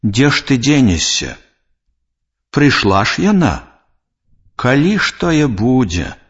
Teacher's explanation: Пасля слова на галосны часціца ж аглушаецца і вымаўляецца як ш, толькі ў тым выпадку, калі яна стаіць перад глухім зычным.